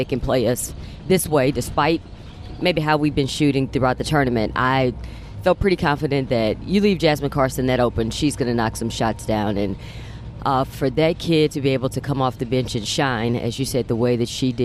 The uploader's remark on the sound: On the bus ride to the airport